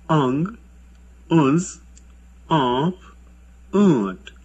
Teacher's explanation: Vowels are nasalized. Listen to the nasalized vowels in the word initial position.